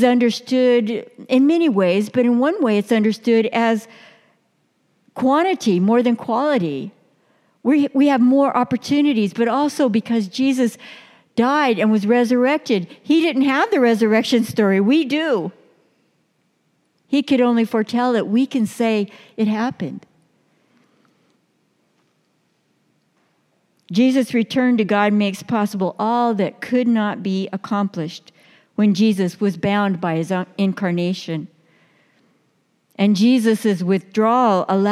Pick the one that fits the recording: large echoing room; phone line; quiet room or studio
large echoing room